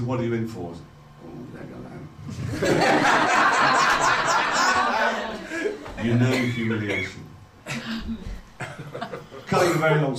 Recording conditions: live audience